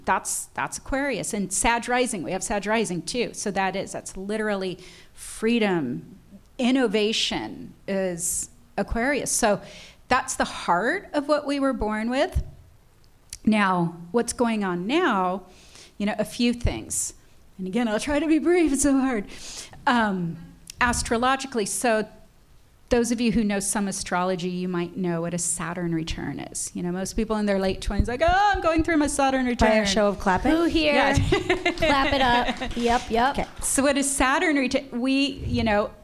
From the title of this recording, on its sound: Live! At Dynasty Typewriter in Los Angeles